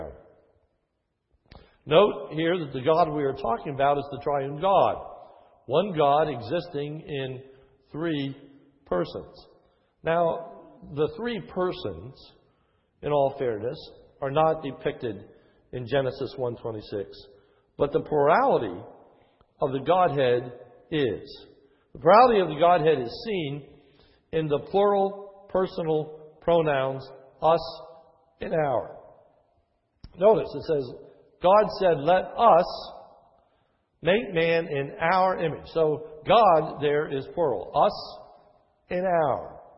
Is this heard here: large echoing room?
yes